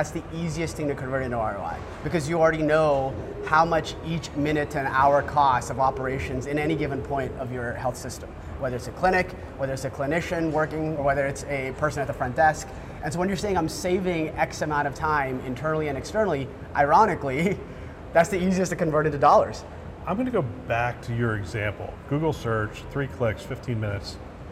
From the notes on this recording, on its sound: Interview in Action live from CHIME’s Fall Forum